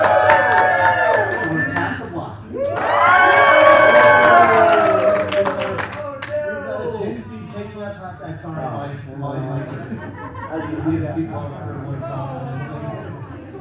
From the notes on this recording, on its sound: A live audience of about 150 got to hoot and holler for their favorite monsters and selecting a creature feature champion.